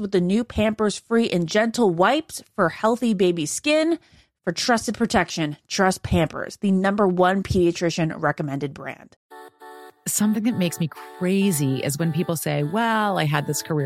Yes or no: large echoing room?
no